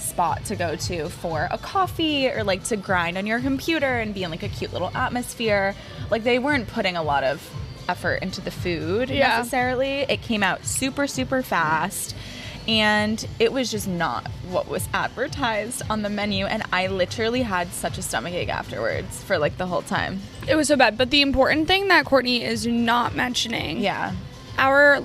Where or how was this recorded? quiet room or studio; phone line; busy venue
busy venue